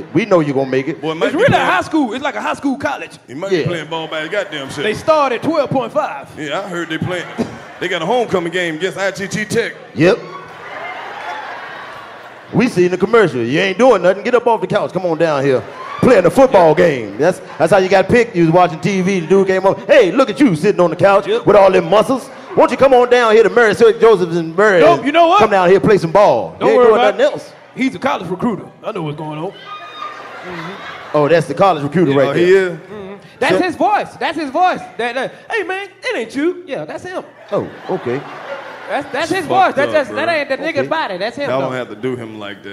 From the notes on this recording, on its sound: 85SouthshowLIVE from The House Of Blues NO. The crew returns for part 2 of The 85 South Live Show from the House of Blues New Orleans. Take the stage for stand-up comedy sets in front of a sold out audience on Decatur Street. You’re gonna love the musical songs created live on stage. The live band (hired off craigslist) check in to bring out the real New Orleans feeling.